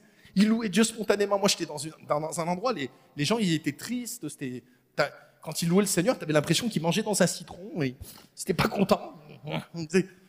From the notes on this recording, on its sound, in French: Enregistré à l'église CVV, le 27/11/2022